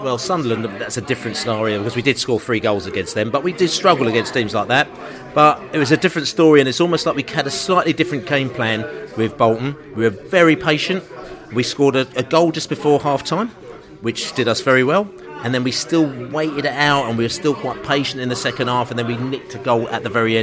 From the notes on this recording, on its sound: Reading pre-match podcast from the pub. A very lively Cross Keys pub in Stamford Brook, Hammersmith.